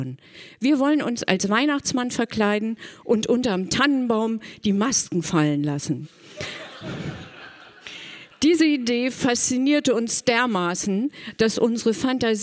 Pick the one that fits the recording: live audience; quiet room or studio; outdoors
live audience